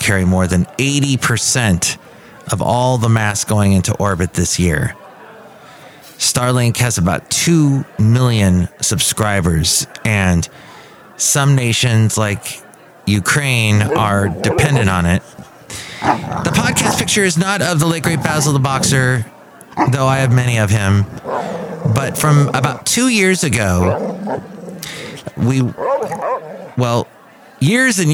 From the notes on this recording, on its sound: podcasts live from Café Anyway